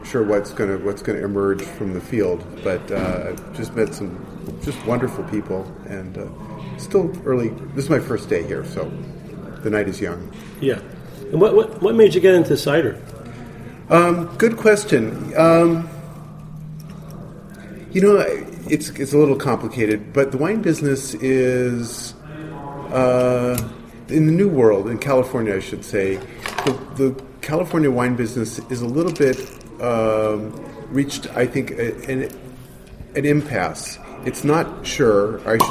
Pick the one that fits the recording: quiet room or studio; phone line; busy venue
busy venue